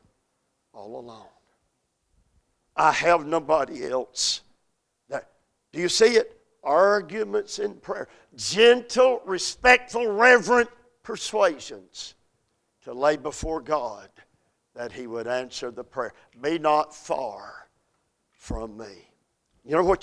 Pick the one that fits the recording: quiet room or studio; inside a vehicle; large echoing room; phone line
large echoing room